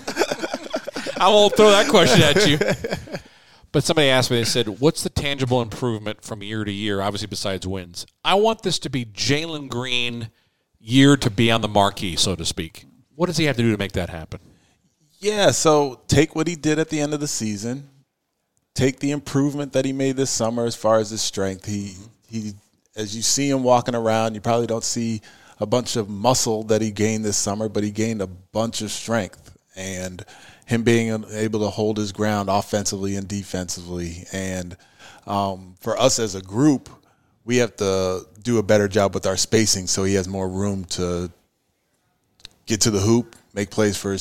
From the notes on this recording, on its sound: broadcasts LIVE from 2022 Houston Rockets Media Day